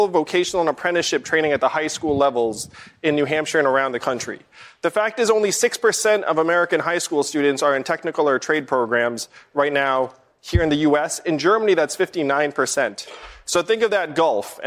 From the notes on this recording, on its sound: questions from voters in New Hampshire during a live town hall